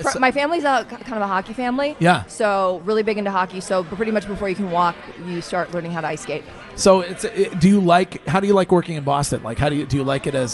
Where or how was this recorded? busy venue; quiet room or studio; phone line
busy venue